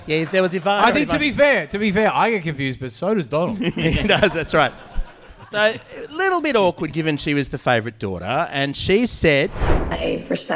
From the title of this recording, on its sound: LIVE from the Pub!